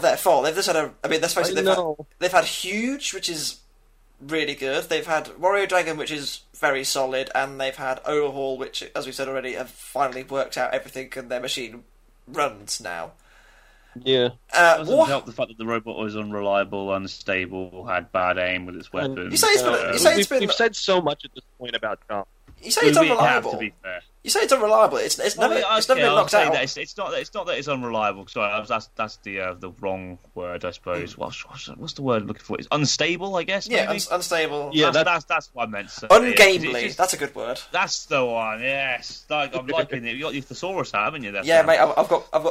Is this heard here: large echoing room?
no